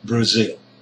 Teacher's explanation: The second syllable is Zil. Now Zil is a long sound, it has higher pitch, and it is a stressed syllable.